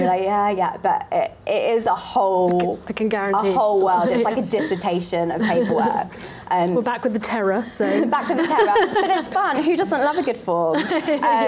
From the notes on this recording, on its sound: Speaking live at the 2022 RHS Chelsea Flower Show, listeners can feel the buzz around the project itself and hear what it's like behind the scenes.